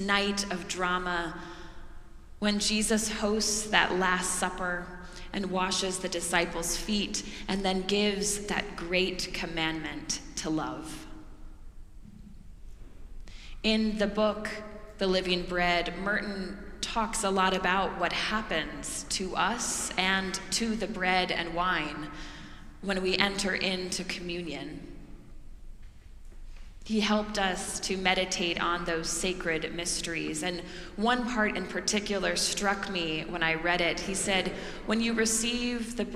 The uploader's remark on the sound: Preached during our Maundy Thursday worship service.